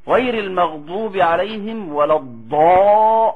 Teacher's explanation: الضاد اللي قبل الألف مفخمة، فالألف تبعها وتفخم